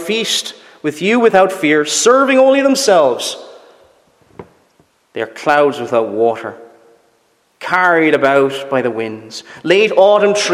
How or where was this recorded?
large echoing room